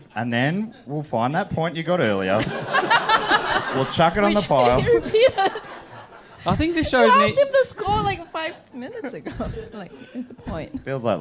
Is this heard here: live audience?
yes